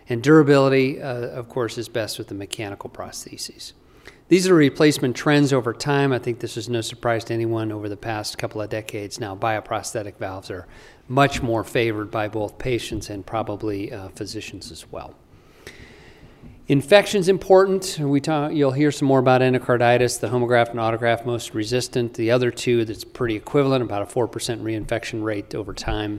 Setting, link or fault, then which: setting, large echoing room